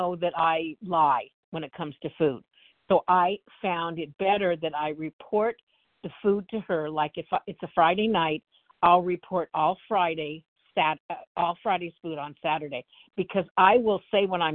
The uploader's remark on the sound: the 100 Pounders Phone Meeting, 12/12/23